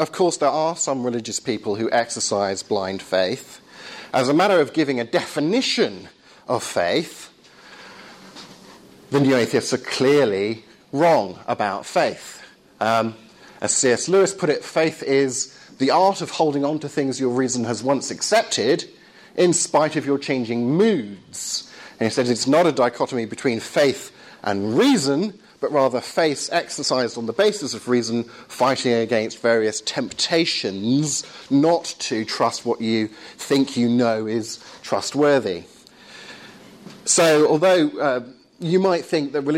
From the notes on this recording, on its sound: Lecture at Surrey University.